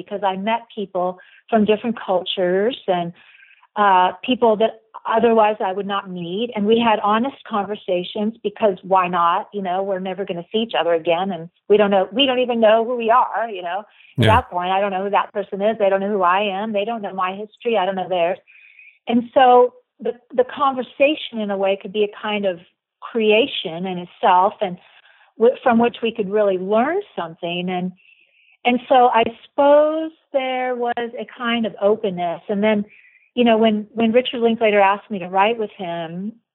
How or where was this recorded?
phone line